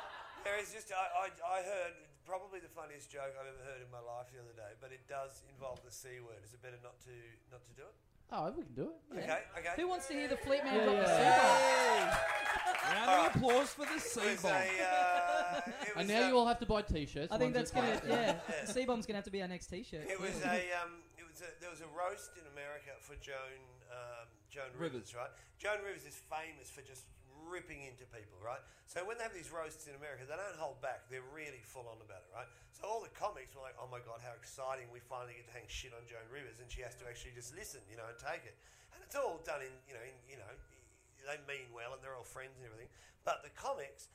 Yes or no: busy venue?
yes